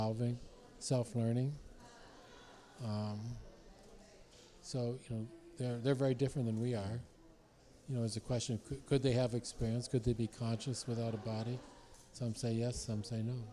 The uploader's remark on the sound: Remote SBR from the Point Casino Hotel